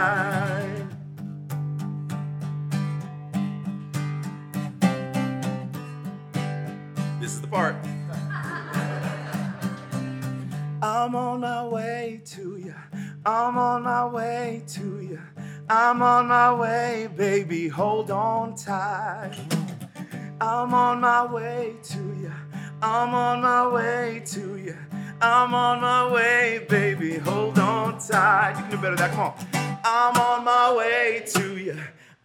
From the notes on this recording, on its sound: Each installment of Crash Radio features local musicians, writers, and storytellers presented as a live event in Asheboro, NC, which is then edited for broadcast on WKXR 94.9FM. This episode was recorded live at The Table in Downtown Asheboro.